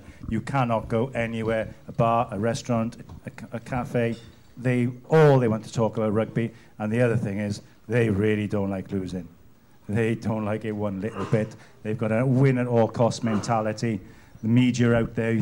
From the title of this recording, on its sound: a live audience